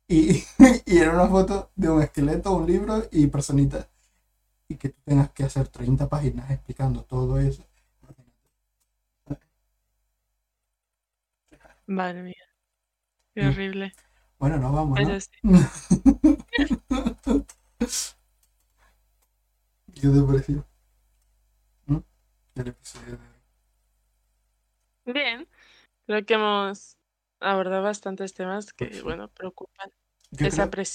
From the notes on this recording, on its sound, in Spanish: Perdón por la falla del audio.